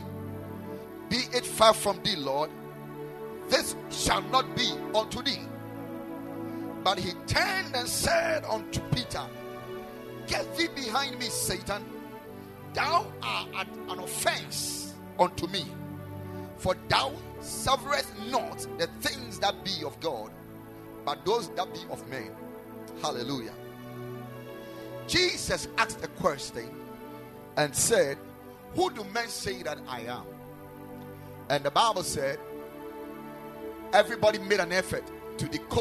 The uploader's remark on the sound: Preached at the Ekklesia Chapel